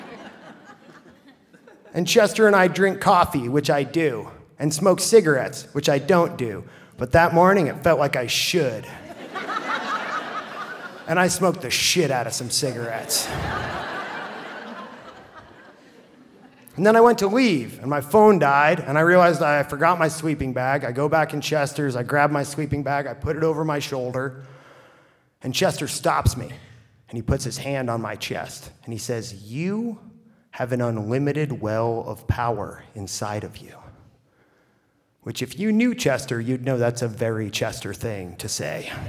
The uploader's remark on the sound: A special live edition of The Moth brought to you from the Lobero Theater in Santa Barbara, California.